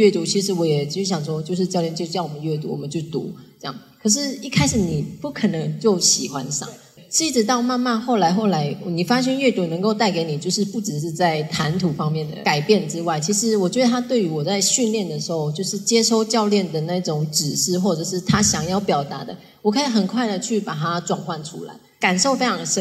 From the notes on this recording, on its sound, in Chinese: 現場錄音